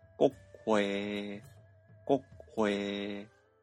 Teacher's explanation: 真ん中ぐらいの高さで、えー、詰まる音である第4声は、転調をしたら高い位置で詰まる音を第8声に転調します